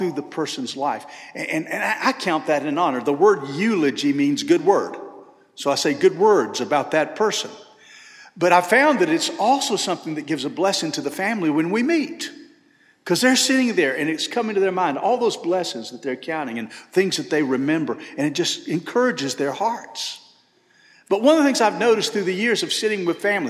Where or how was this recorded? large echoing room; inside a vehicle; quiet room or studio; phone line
large echoing room